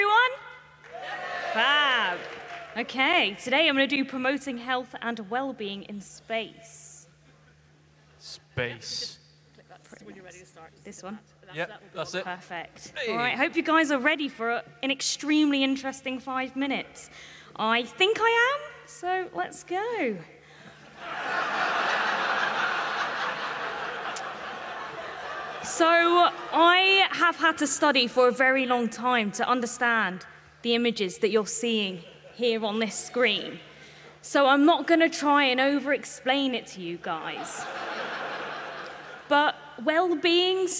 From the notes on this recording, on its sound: Emf2022. An audience interactive event; where willing volunteers collide with GPT-3 AI to present an informative, intellectual and light-hearted presentation to a receptive crowd.